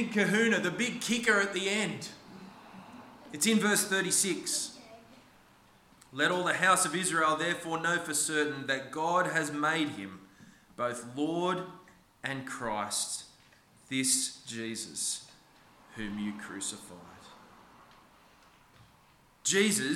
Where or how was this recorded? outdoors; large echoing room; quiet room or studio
large echoing room